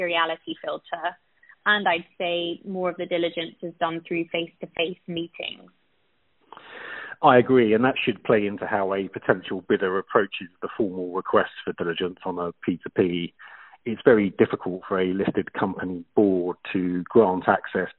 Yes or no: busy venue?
no